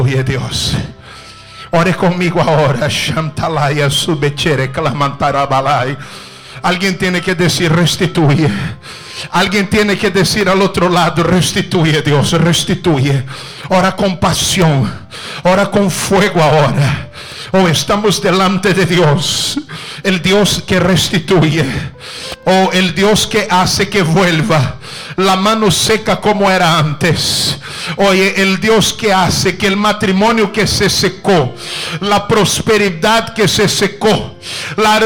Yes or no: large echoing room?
yes